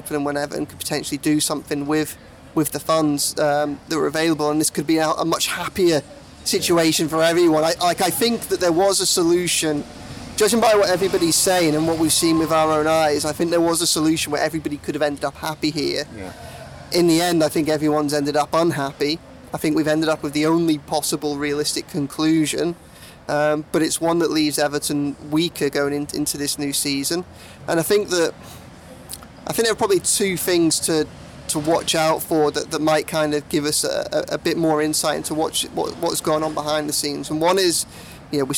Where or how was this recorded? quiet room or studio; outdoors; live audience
outdoors